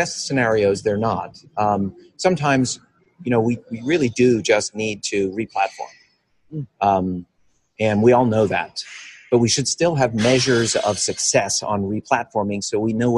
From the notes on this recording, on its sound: joined us live at the Mind the Product Leadership Forum